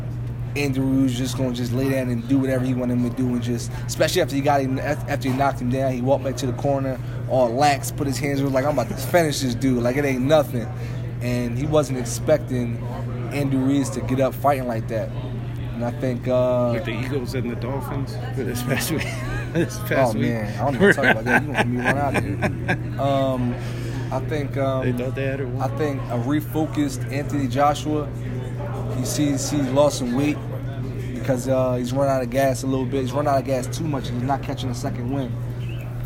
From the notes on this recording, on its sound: Press conference at the Liacouras Center in Philadelphia.